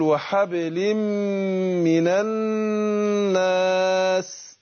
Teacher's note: النون هنا في الناس مشددة، بنديها غنة حركتين